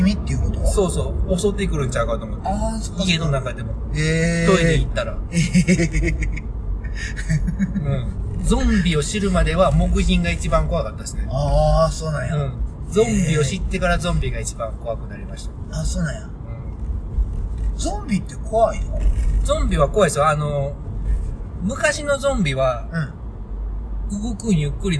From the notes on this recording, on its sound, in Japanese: 番外編２ 車中にて。ここからは長野県から三重県松阪市までの5時間のドライブ中の車中の会話収録です。